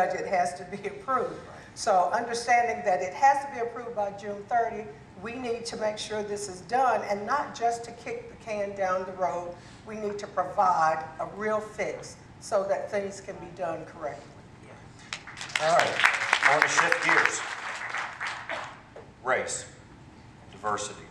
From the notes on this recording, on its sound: A panel of legislative, education and business leaders discuss before a live audience in Raleigh at the 2018 Eggs & Issues Breakfast.